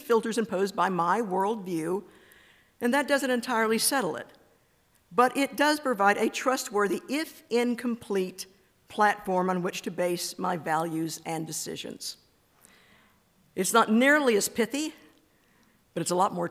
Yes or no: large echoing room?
yes